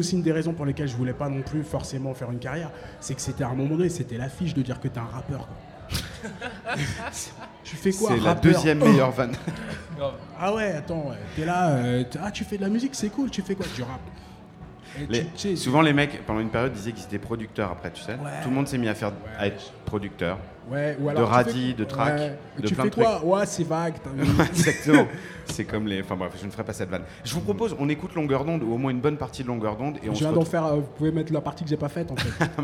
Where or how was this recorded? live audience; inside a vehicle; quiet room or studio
live audience